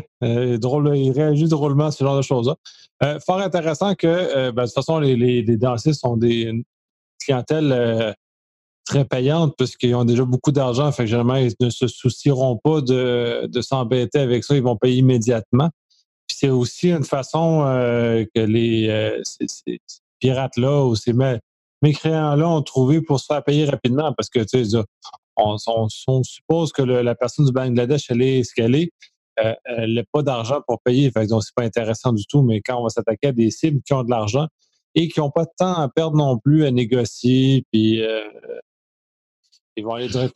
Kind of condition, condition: link, video call